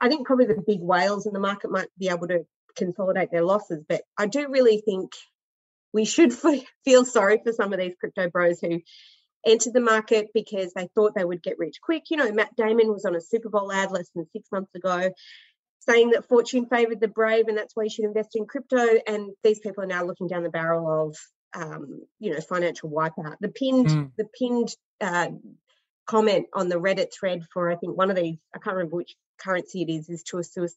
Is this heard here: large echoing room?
no